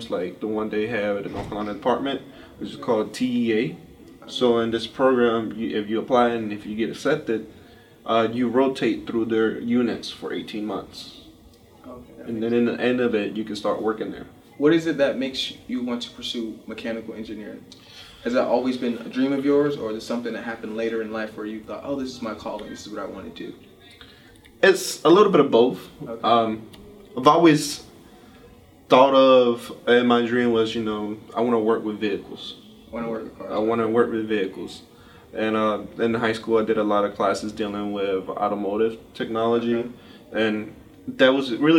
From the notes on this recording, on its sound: In this special episode from the African American Cultural Celebration. Interview performers and participants at the festival.